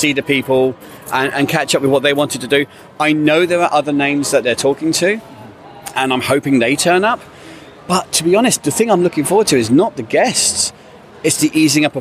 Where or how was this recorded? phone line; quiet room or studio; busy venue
busy venue